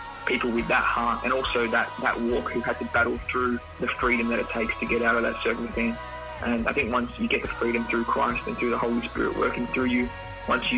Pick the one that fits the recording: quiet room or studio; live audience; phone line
phone line